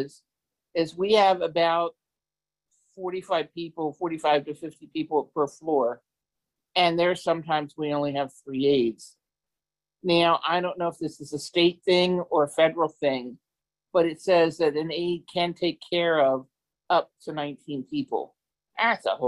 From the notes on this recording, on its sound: In this episode, we are sharing the audio from Consumer Voice’s webinar that was part of the “Dignity for All: Staffing Standards Now!” campaign.